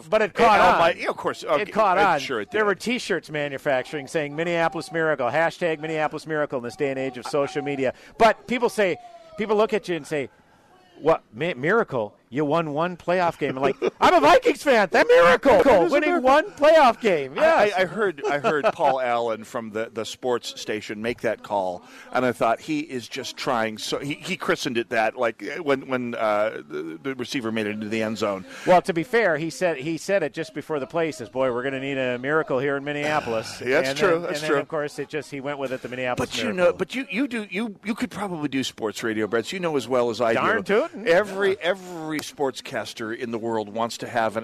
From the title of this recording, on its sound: Holes For Heroes Live at Medicine Lake